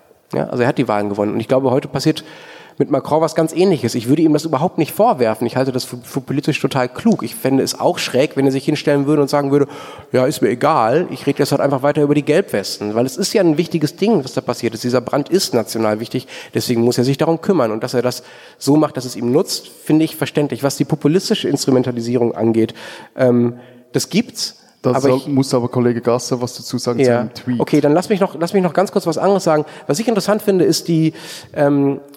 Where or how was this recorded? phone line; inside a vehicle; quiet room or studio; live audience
live audience